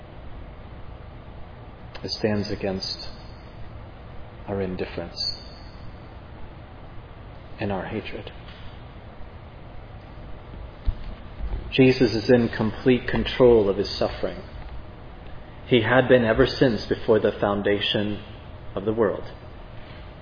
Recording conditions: large echoing room